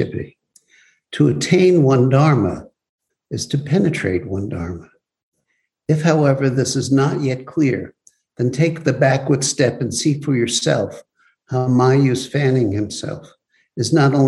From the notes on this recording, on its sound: Zoom Broadcast.